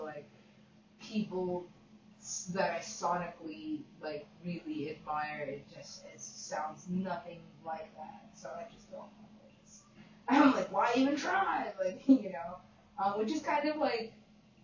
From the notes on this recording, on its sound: Super quiet audio - sorry about that.